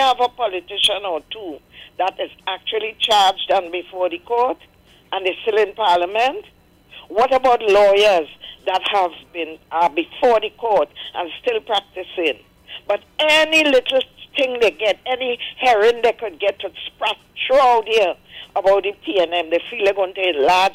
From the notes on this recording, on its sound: we take more calls from the audience